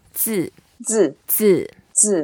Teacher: And it's a fourth tone, so we go down.